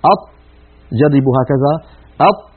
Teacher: بالنسبة للهمس وللجهر فالطاء مجهورة، يعني لا يجري معها النفس، فهي حرف ليس من حروف سكت فحسه شخص، إذن هي حرف مجهور لا يجري معه النفس. كما أن الطاء حرف شديد، يعني لا يجري معه الصوت، لأنه من حروف أجد قط بكت، أجد قط بكت، فالطاء لا يجري معها لا نفس ولا صوت.